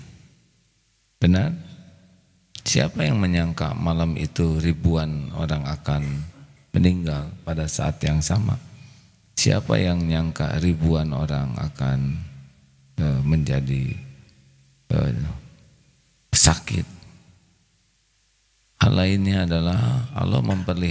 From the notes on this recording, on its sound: LIVE dari Masjid Daarut Tauhiid Bandung